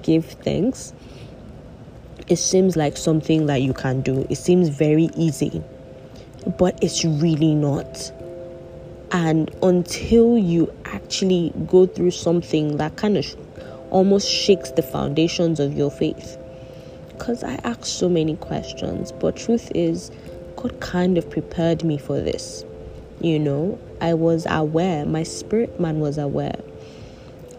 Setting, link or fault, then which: fault, background noise